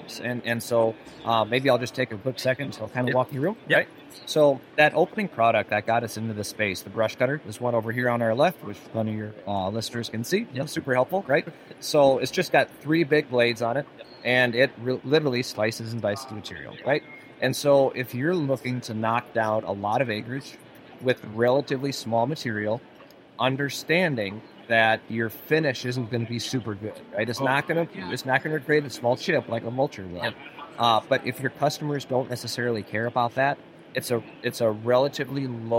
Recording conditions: background noise